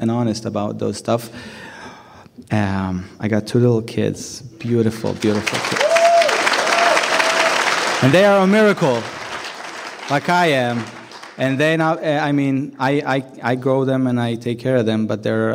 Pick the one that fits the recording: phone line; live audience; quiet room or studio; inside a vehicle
live audience